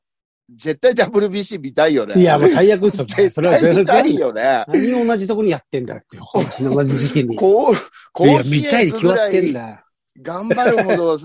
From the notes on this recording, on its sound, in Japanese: ZOOMで収録